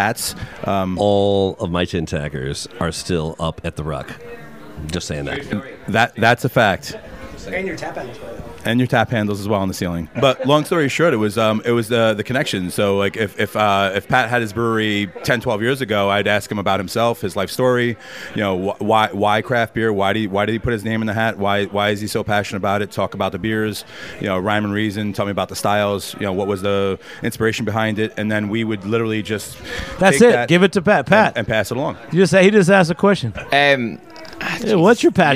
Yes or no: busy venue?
yes